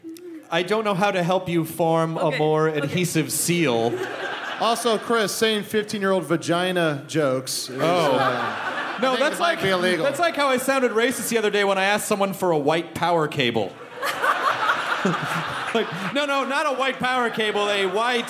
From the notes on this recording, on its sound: It's the Nerdist live from the Twin Cities!